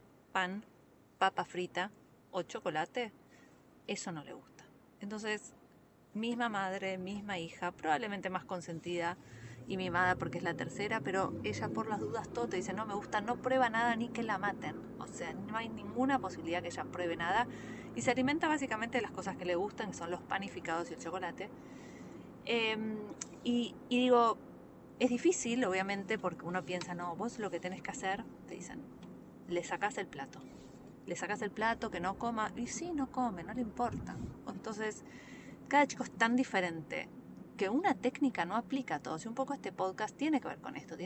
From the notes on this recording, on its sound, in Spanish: Pensamientos desde carpool. Estos mini episodios son grabados mientras espero a mis hijos.